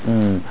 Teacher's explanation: The mean, the actual makhraj of the mean is the lips. The two, the lips.